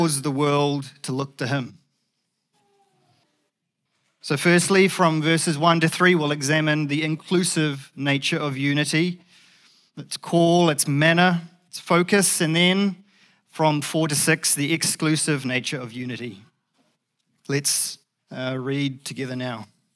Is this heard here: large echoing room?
yes